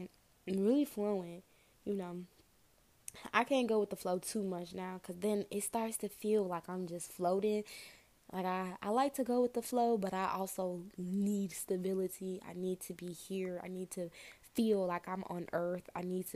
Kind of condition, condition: fault, background noise